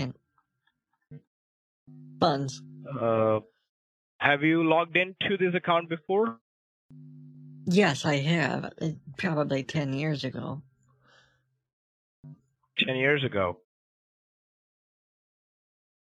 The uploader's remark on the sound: Things start to get pretty wild when my husband experiments with microwaves that cause my phone to glitch at the worst possible moments. Throughout the call. Deal with horrible glitching, both on the computer and over the phone thanks to her husband daisy chaining microwaves together in an attempt to create the world’s first macrowave.